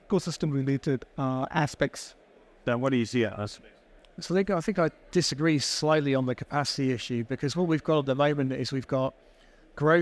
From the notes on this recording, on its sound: Recorded live at ADIPEC 2023